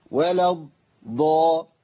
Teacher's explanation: بنتقل من بعد الواو واللام الى الضاد المشدده اولها ساكن